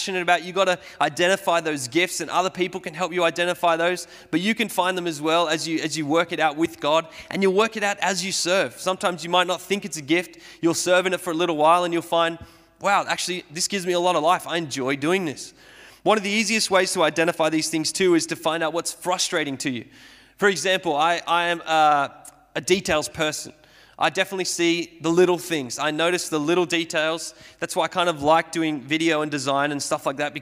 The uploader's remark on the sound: Sermon recorded at Restore Church on the 25th of July 2021